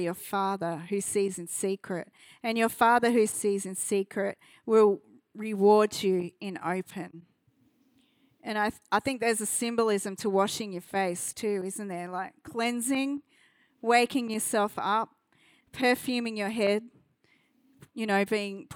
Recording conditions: large echoing room